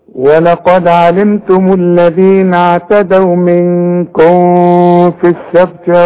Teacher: الميم اللي عليها السكون اقفل فيها شفايفك اظهرها · Term: اظهار الميم